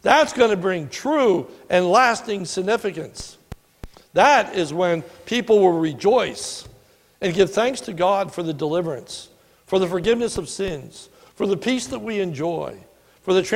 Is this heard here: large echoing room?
yes